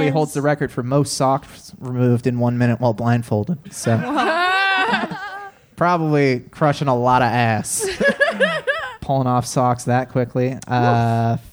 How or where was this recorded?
live audience